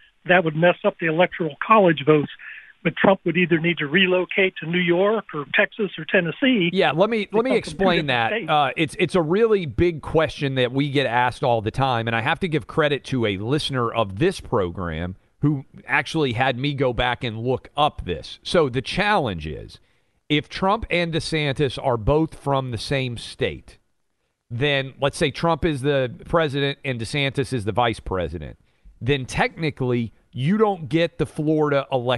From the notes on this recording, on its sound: go to the phones to get listeners' opinions